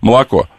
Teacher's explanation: русские в первом слоге, в предударном втором, они редуцируют, там вообще почти нет гласной.